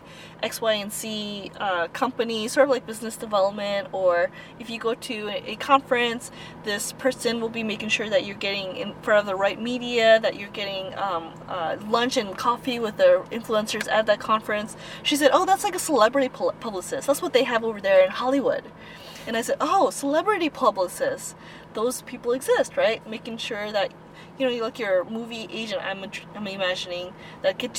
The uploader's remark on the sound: We are actually in the car. Driving together and doing windshield time together recording.